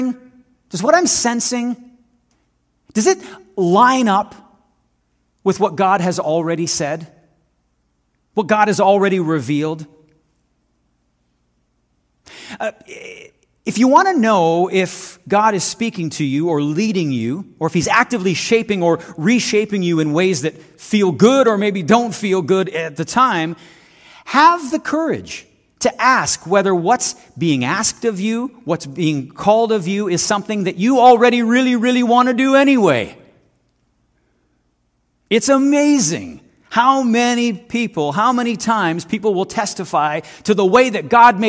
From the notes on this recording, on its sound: This audio is taken from the January 7, 2024 worship service at FBC Charlottetown.